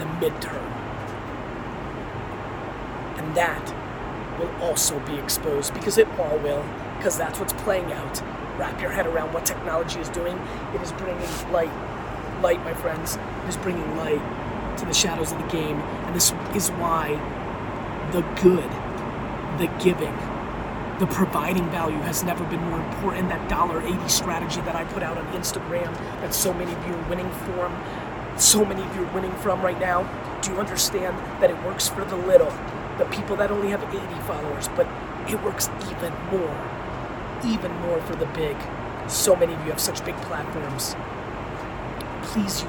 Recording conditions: phone or laptop microphone